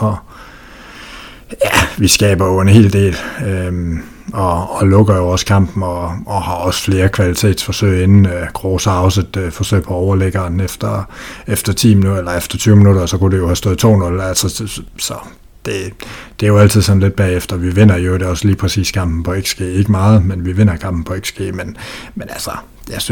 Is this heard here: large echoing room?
no